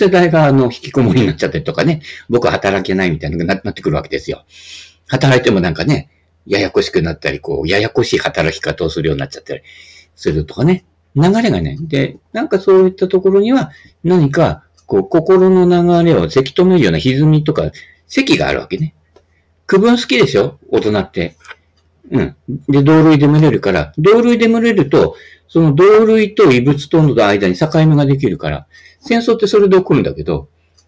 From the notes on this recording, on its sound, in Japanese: 音質低め音割れありモノラルカセットテープくらい？